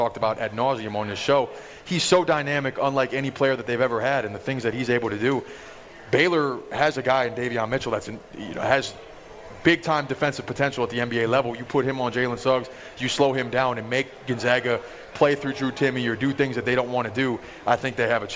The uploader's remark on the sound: More March Madness atmosphere live from The Cosmopolitan of Las Vegas.